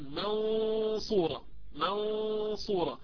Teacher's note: صوت مكون من 70 أو 80% غنة من الخيشوم و20-30% تقريبا من الفم تخرج لعدم انطباق المخرج تماما